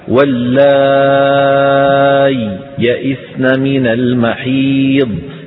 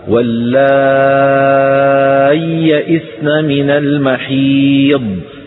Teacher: الإظهار لا يمكن أن يحدث إلا إذا فصلنا الياء عن الياء بسكتة · Shown in: first take · هكذا، واللائي يئسن من المحيض، بدون تلك السكتة لا يمكن أن يظهر.